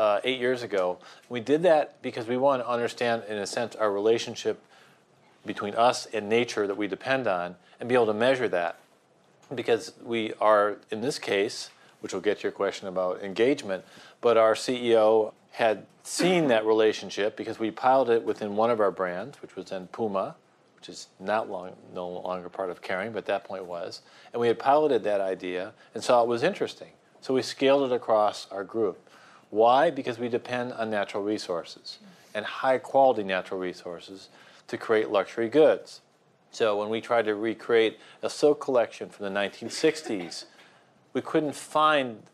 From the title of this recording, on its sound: Event audio